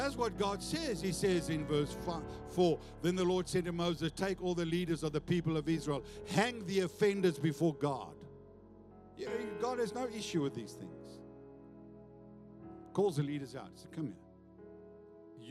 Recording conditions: large echoing room